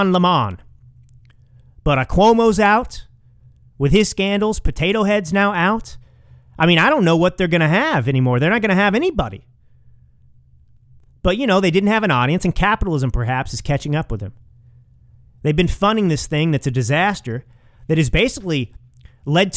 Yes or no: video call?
no